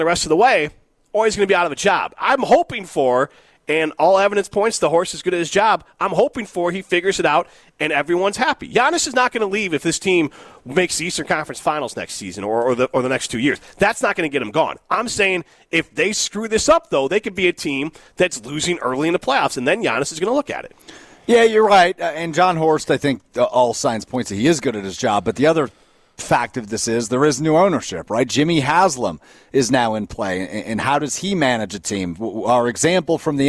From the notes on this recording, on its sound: Broadcast live from the Forward Club in Breese Stevens Field ahead of the Forward Madison FC match against Colorado Hailstorm FC.